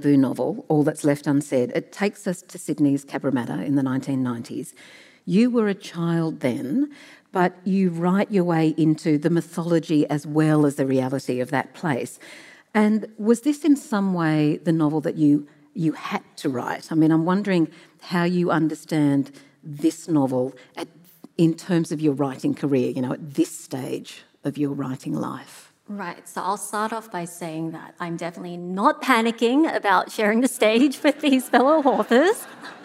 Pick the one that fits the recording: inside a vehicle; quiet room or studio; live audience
live audience